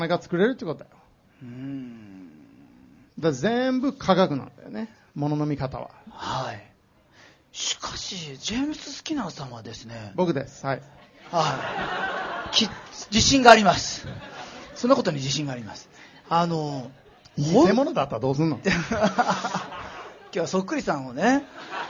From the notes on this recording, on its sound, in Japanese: 公開収録イベント。TSUTAYA TOKYO ROPPONGIにて開催しました。